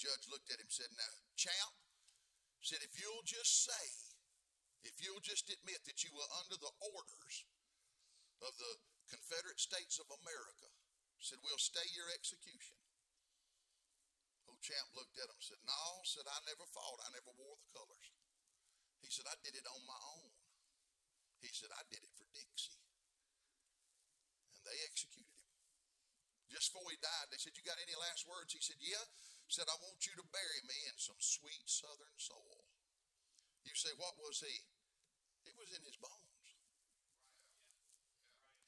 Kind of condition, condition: setting, large echoing room